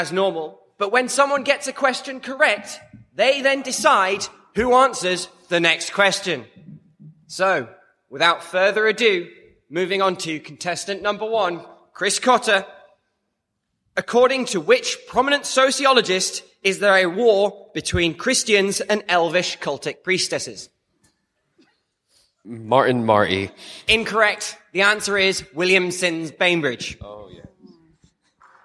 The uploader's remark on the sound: Three microphones. A boisterous studio audience.